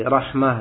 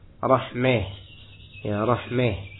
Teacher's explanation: Menyondongkan fathah ke arah kasrah · Shown in: second take · Term: imalah